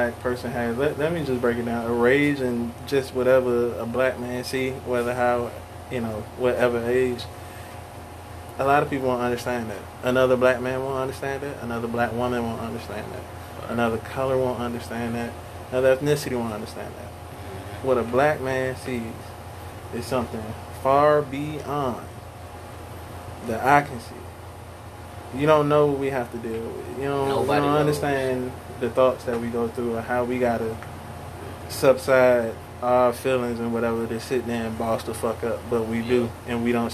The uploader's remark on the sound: "Balcony Banter". Outside noises are heard, given where we recorded.